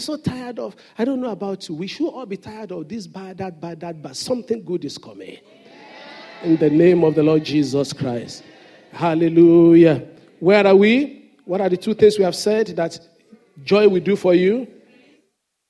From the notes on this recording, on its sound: Sunday Service message. The senior pastor of Fountain of Love, RCCG Aberdeen, UK.